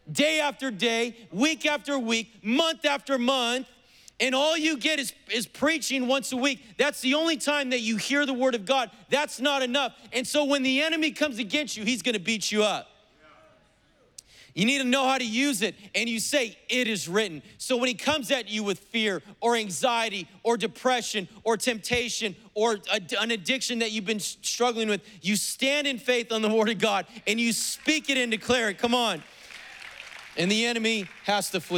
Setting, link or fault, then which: setting, live audience